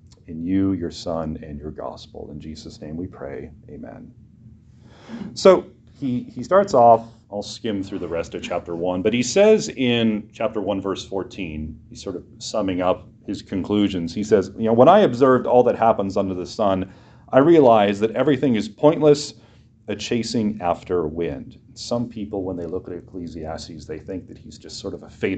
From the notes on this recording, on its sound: preached this short message for chapel at Western Reformed Seminary, in Puyallup, WA